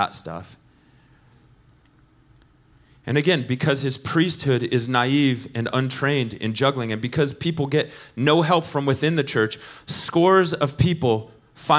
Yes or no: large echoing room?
yes